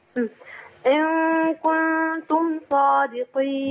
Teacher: ان كنتم اخفاء مع الكاف واخفاء مع التاء